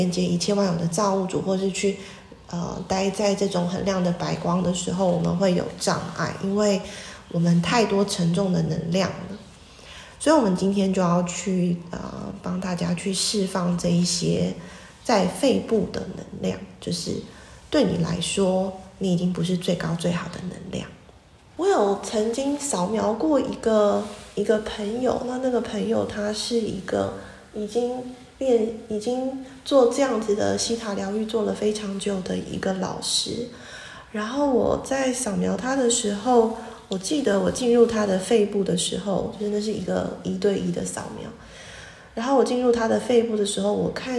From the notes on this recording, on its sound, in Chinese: 早課結束後的冥想，用iphone錄的，音質跟之前的不太一樣。